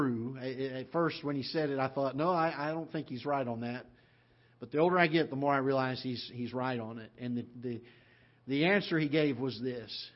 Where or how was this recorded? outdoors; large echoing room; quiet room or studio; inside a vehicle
large echoing room